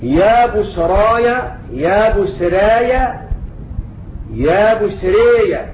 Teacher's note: له في كلمة يا بشرى ثلاثة أوجه: الفتح والإمالة والتقليل